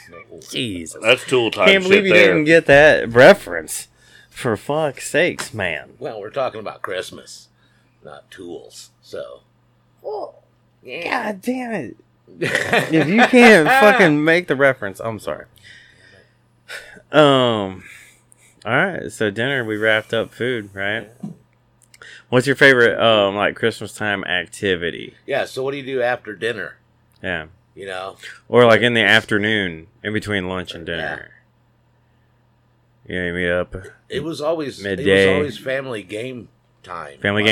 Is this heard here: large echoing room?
no